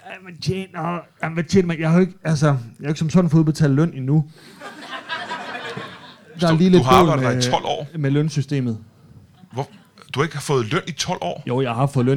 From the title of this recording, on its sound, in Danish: LIVE fra Hanstholm Madbar